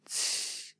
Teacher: 清华大学，校徽上的英文名有些令人不解，其中这个清字拼音的声母不是字母 Q 而是 TS，相应的学校的官网网址也是 www.tsinghua.edu.cn。 TSING 这个拼法源自清华建校，是指清末民初。在明清两代相当长的一段时期内，官方普通话所基于的是江淮一带的方言，称江淮官话，一部分我们现在念作清的汉字，在当时的普通话里很可能念作清，这一点在当今的传统戏曲中仍有体现。来听把青春抛得远。这个音虽然在如今的汉语拼音里写作字母 C，但它在英文拼写及国际音标中都写作字母 TS，也就是猫的复数形式 CATS， cats 结尾的 TS。所以清华校名中的 TSING 其实是在拼清字在当时的普通话，也就是江淮官话里的发音 TSING，清，打头是个尖尖的刺，刺，古人形象地把它归类为尖音，辅音的摩擦发生在上面一排牙齿背后的牙槽脊。QING，清，开头一团和气，气，古人把它归类为团音，辅音的摩擦发生在硬腭